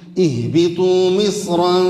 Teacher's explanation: اللي فاصل ما بين الكسرة وما بين الراء حرف استعلاء وهو حصين، ولذلك لا ترقق